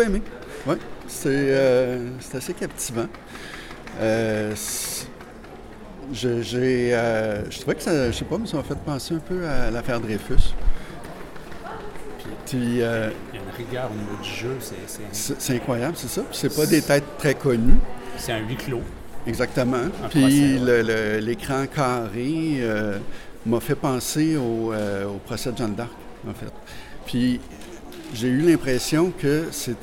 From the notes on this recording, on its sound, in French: Festival de Cannes 2023. Entrevues sur la Croisette.